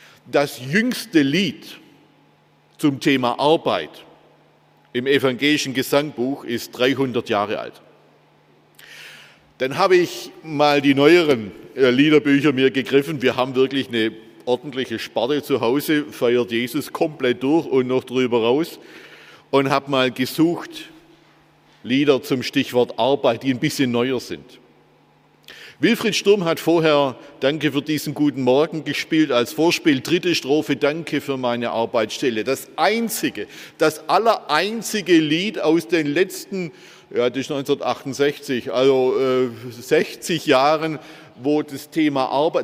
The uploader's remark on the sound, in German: aus dem Schwarzbrot-Gottesdienst der Missionsberg-Gemeinde (Liebenzeller Mission)